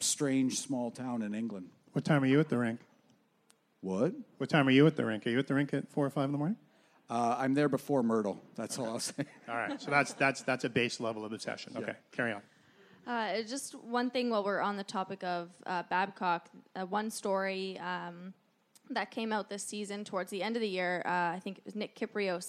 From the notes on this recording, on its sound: at Puck Talks Festival.